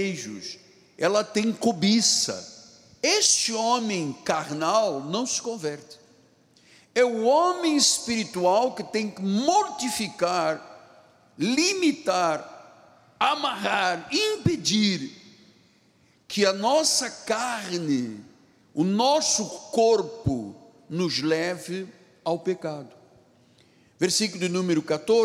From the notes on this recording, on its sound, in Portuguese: Culto gravado na Igreja Evangélica Cristo Vive.